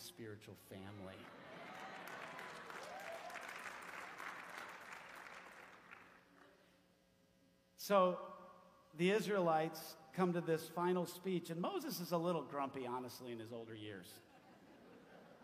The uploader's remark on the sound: 40 years ago the Chicago Church was planted - this audio is from a special celebration that happened Sunday, January 29, 2023.